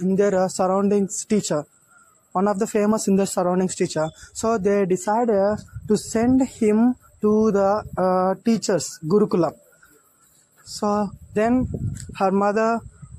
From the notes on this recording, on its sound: Sorry for background noise.